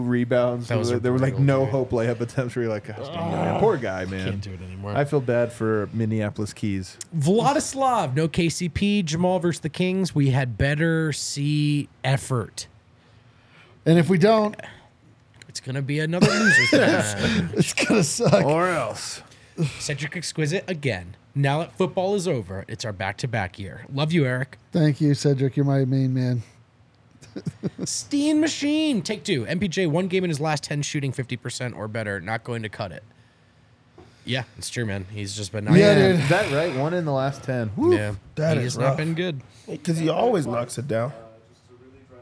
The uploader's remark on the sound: come to you LIVE from the DNVR Bar